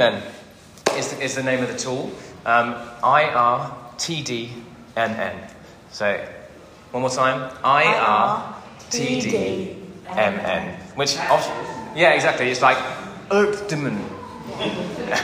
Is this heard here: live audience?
yes